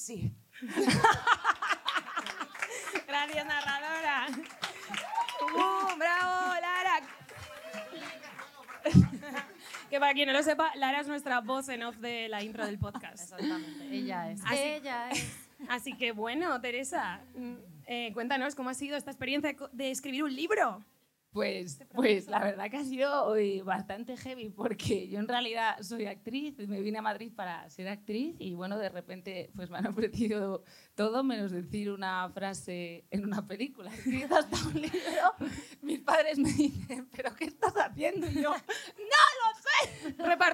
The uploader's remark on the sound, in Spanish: DIRECTO CON PÚBLICO EN EL CAFÉ COMERCIAL.